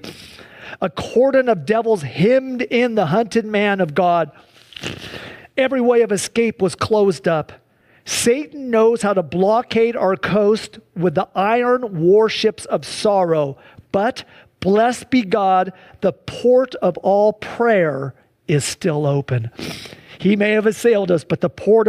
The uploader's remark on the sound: This service was held shortly after a wildfire ravaged the area of Medical Lake, destroying over 10,000 acres and over 200 structures. Due to an evacuation order, most people were unable to attend in person, including most members of the worship and media teams. Sunday church service livestream.